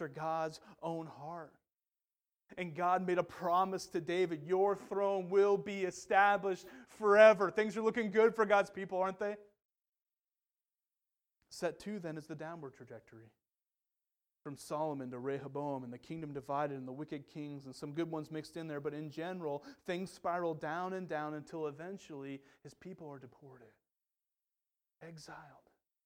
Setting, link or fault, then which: setting, large echoing room